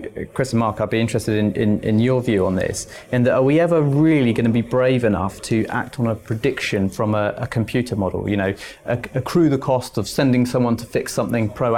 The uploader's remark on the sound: It was recorded at Innovate East, a collaborative event put on to tackle some of the most pressing challenges facing the water industry.